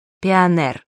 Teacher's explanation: Жизнь становится жестче, а в русском языке наметились тенденции к смягчению произношения многих слов. То есть традиционно твердое произношение согласного звука перед гласным «е» воспринимается теперь как устаревшее